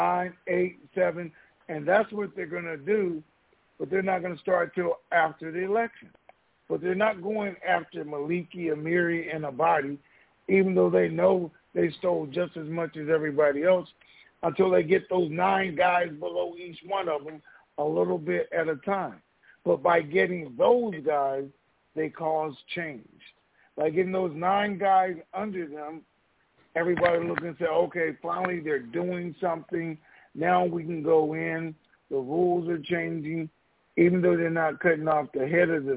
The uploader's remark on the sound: TNTSuperfantastic Conference Call